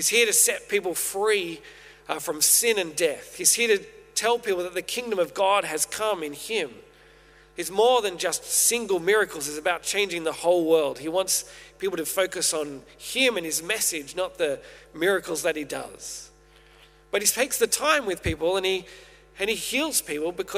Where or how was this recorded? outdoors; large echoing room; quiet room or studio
large echoing room